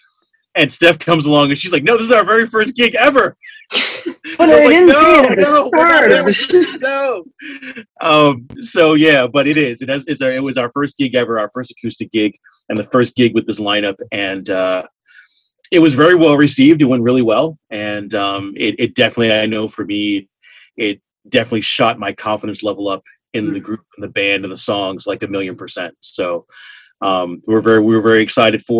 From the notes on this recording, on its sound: Recorded on Zoom